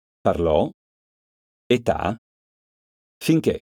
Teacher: Parole tronche. L'accento cade sull'ultima sillaba.